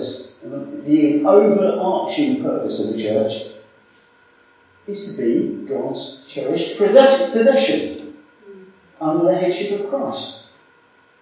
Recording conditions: poor sound quality